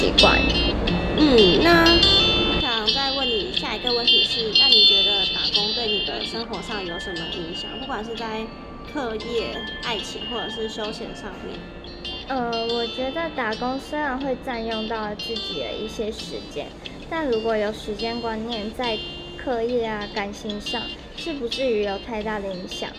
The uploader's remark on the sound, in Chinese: 背景都有些雜音， 目前還是想如何調整訪問的錄製方法， 有透過後製盡量降低，但還是有點大聲